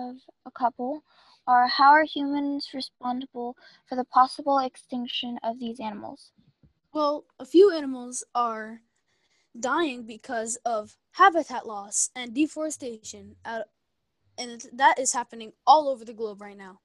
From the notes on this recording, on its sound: Students from East Stroudsburg Area School District's Intermediate Schools. Students used Zoom to create this podcast. This was part of the 4-week Summer AcadeME program offered by East Stroudsburg Area School District for students in grades 6-8.